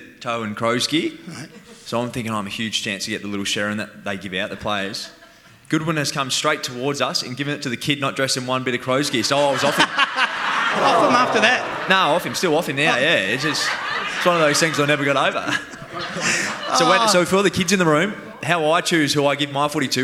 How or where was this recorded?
live audience